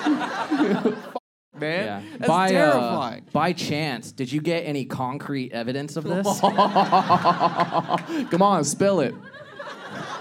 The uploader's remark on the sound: This episode was filmed in front of a live audience at a comedy club.